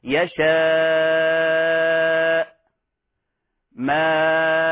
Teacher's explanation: حتى على وجه الشاطبية، حتى على وجه الشاطبية، إذا كانت هذه الهمزة متطرفة وعند الوقف، عند الوقف، فهذا المد يصبح واجبا لاتفاق القراء على مد، على وجوب مده ست حركات، ست حركات، مثل قوله تعالى يشاء ماء، ففي حال الوقف عند ذلك يمد هذا النوع الواجب المتصل ست حركات · Term: المد الواجب المتصل